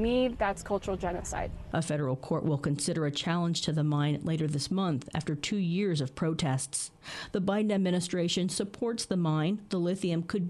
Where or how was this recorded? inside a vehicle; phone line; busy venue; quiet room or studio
busy venue